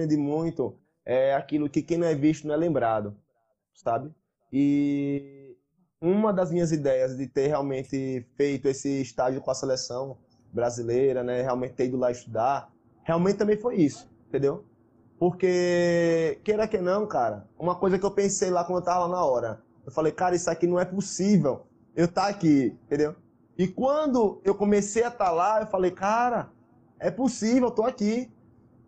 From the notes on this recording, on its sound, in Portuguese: Episódio que foi gravado durante um bate-papo de super aprendizado por uma live do INSTAGRAM